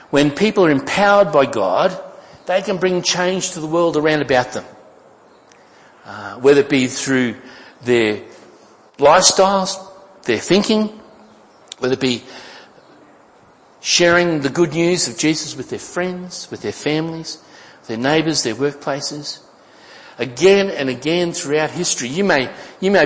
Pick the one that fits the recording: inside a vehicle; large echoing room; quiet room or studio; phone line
large echoing room